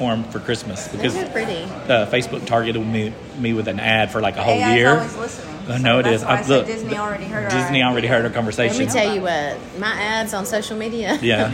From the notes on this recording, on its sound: We met for coffee and decided to record a podcast while having our warm beverage.